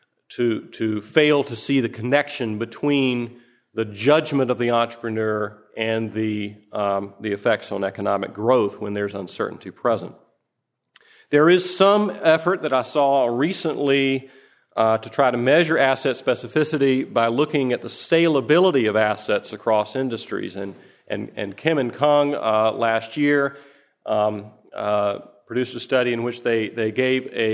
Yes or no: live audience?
yes